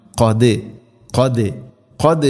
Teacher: ദാലിനെ ഖൽഖല ചെയ്യണം, സുക്കൂനുണ്ട് ശരിക്കും കേൾക്കണം.